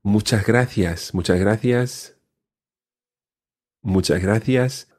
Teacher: The S before the gracias is swallowed a little. · Term: very light S